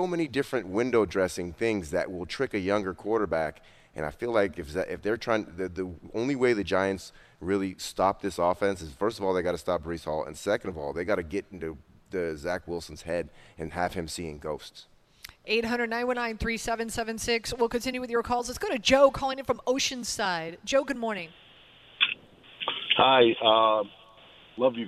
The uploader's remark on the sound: live from The Meadowlands Racetrack